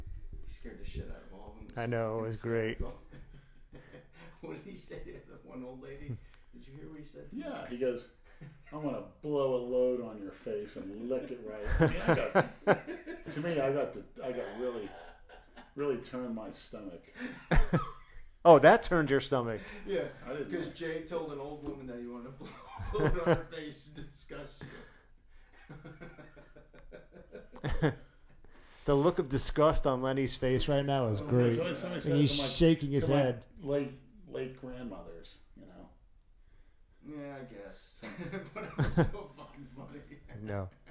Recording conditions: echo